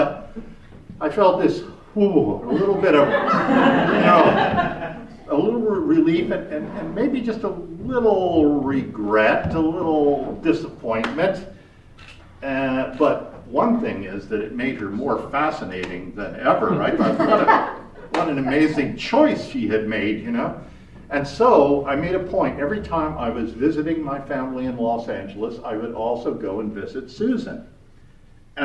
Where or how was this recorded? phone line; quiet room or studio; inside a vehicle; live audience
live audience